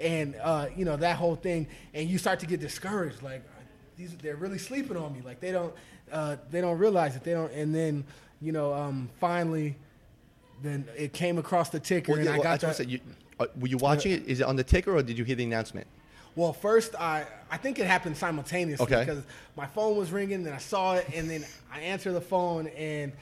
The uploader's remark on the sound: live from Jack Demsey's